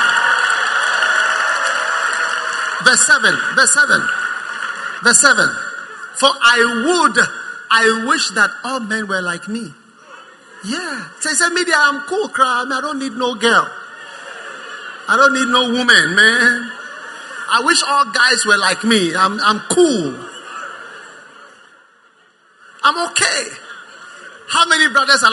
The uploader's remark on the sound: Preached at the First Love Center, Accra.